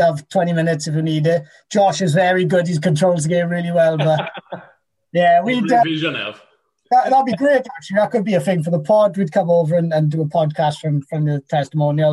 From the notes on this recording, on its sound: Via Zoom